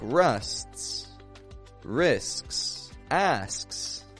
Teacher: Fricative is something that flows out. So we got a fricative, like an S. And then we've got a stop consonant, like a T. And then another fricative, another S.